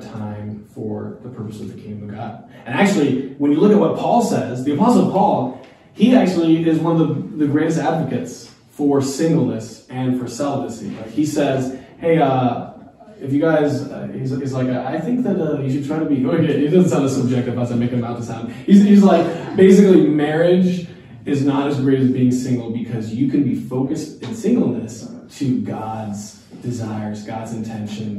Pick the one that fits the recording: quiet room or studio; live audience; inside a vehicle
live audience